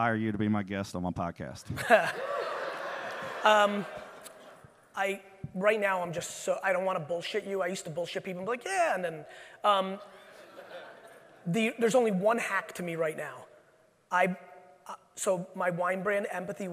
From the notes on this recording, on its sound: a keynote I gave at the AIME Fuse event for mortgage brokers in 2019